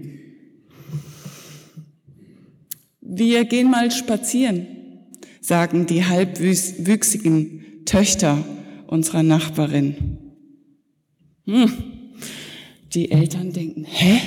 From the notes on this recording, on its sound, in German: Predigt zur Konfirmation der zweiten Teilgruppe der Konfirmanden in der Martin-Luther-Kirche Detmold am Sonntag Jubilate 2019.